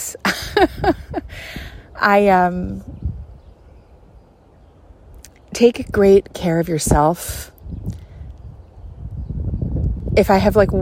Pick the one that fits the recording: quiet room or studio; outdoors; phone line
outdoors